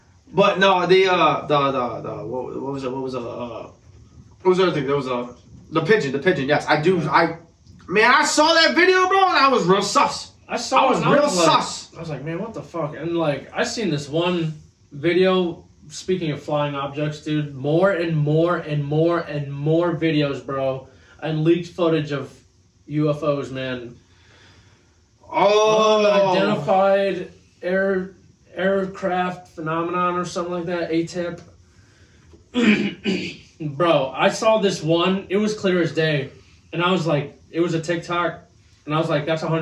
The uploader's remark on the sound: Apologize for the audio for this episode. Didn’t start the mics! The original duo was in the studio for this episode.